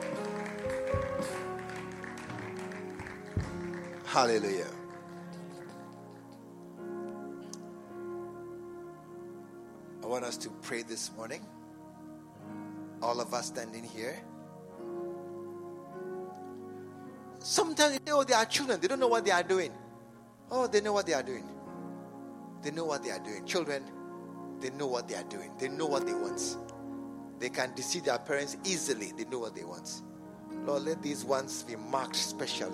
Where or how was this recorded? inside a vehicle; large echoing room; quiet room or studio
large echoing room